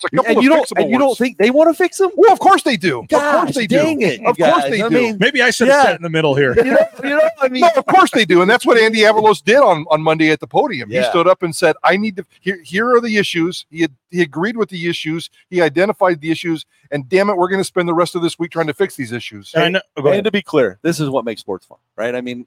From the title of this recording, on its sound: BNN LIVE from TopGolf